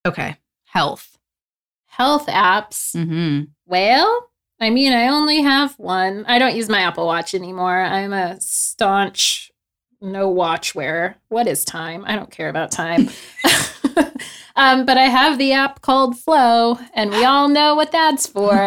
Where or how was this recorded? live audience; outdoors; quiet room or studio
quiet room or studio